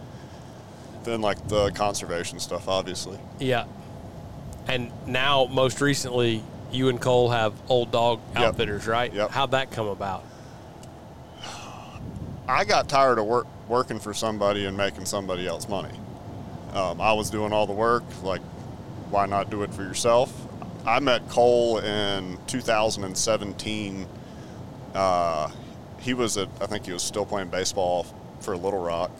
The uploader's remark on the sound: On our way back from West Point, MS, we fired up the podcast board and recorded an episode